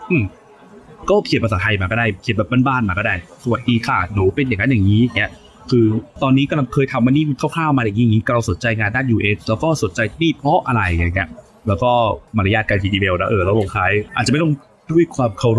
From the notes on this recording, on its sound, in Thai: Ep นี้ไปอัดกันนอกสถานที่ เสียงรบกวนอาจจะดังพอสมควรครับ ต้องขออภัยไว้ก่อนนะครับ